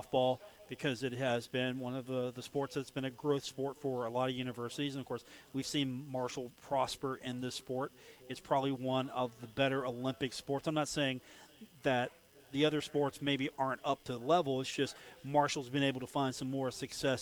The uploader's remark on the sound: Live from The Union Pub and Grill